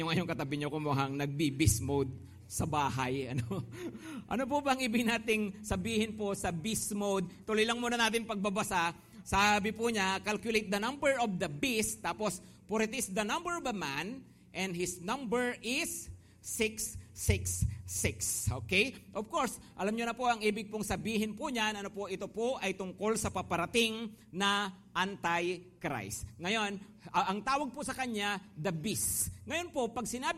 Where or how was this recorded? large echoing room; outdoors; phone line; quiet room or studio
large echoing room